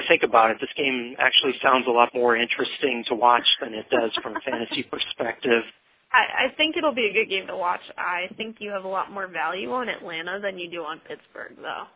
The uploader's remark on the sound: fan interaction via phone